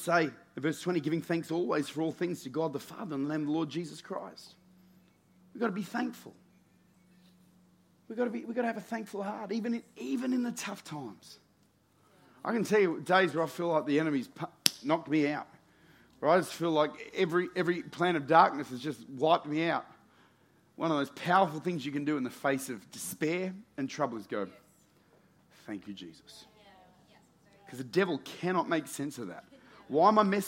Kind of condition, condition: setting, large echoing room